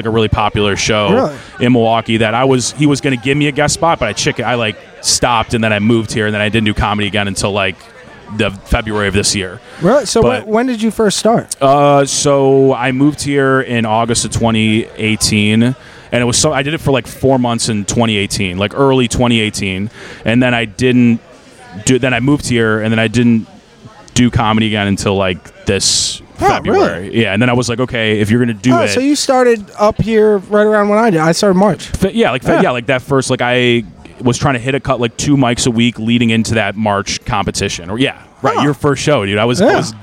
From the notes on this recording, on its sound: recorded following the comedy open mic at Fells Point Tavern September 6th, 2022